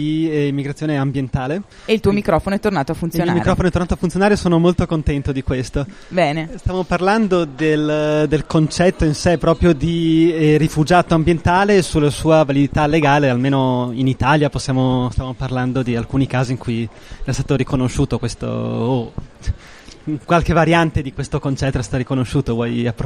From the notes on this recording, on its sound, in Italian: realizzato durante il Festival dell'Economia 2019